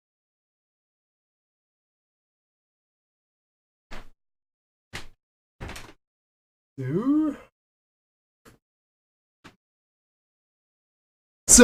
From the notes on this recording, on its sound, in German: Für den Ton bitte ich um Entschuldigung.